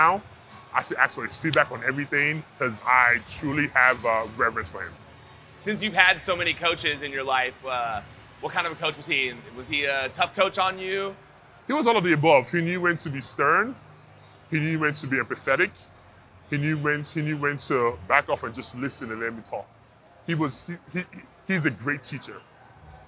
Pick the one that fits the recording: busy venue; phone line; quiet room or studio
busy venue